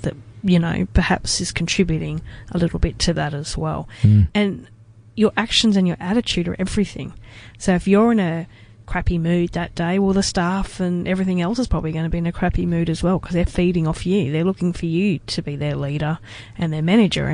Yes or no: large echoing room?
no